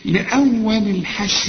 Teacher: الراء هنا بتفخم عند الوقف، لكن عند الوصل ترقق لأنها مكسورة